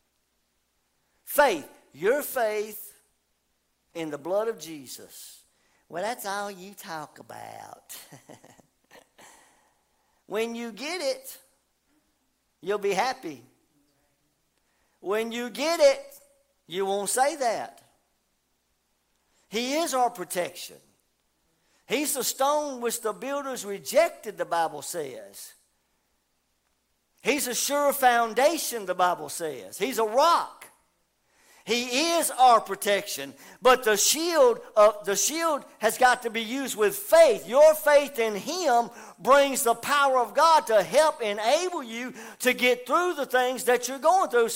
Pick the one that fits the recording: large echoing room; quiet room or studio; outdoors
large echoing room